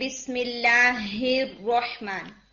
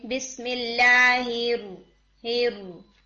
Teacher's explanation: जो लेटर हा है उसके अंदर हवा की आवाज आनी चाहिए, यानी हम्स होनी चाहिए, एयर ब्लो होनी चाहिए, रनिंग ऑफ एयर होनी चाहिए। · Shown in: first take · अगर आप उसको यूं पढ़ें बिस्मिल्लाहिर्रहमान और आप उसमें एयर ब्लो नहीं करते, तो ये जो हा का एरर है ये लहन खफी लेवल 2 में आ जाता है।